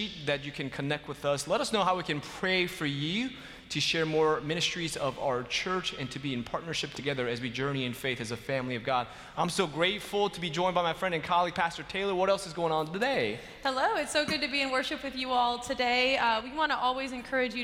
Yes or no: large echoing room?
yes